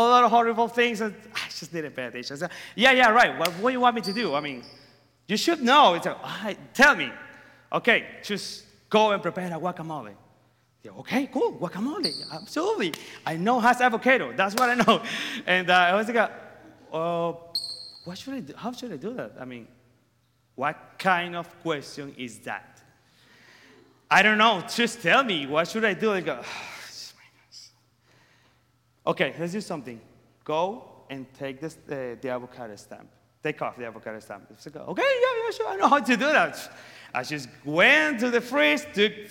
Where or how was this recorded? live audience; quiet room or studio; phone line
live audience